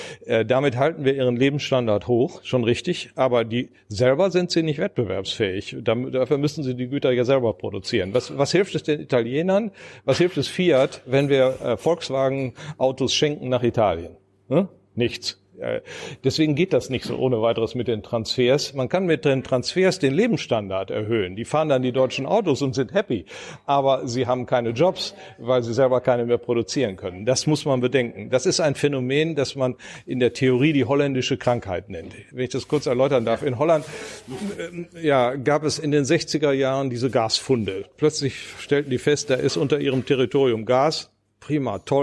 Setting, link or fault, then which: setting, busy venue